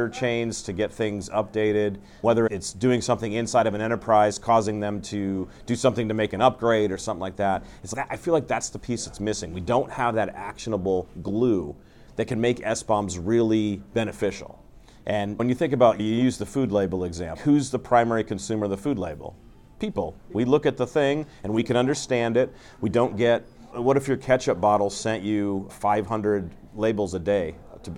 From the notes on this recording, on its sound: on the sidelines of the 2023 RSA Conference